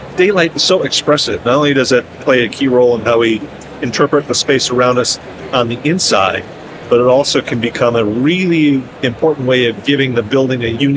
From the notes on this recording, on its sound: LIVE from Greenbuild 2023 with Solatube International. In this bonus episode, we share a LIVE conversation from the 2023 Greenbuild International Conference and Expo in Washington D.C.